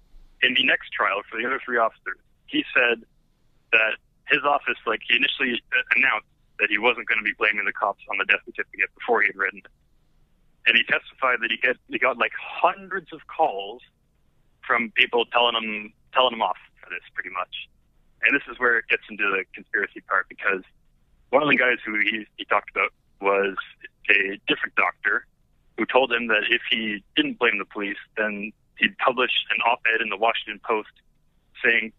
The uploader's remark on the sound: The bad advice question/call in show.